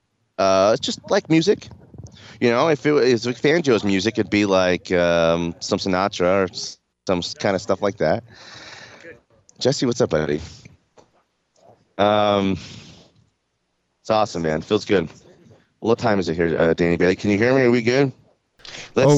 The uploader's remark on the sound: LIVE from Broncos training camp